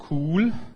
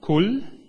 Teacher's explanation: As you know, there are minimal pairs in Maltese. You have a long U in cool and a short one in kul, and the length of the two vowels is helps distinguishing two words with different meanings.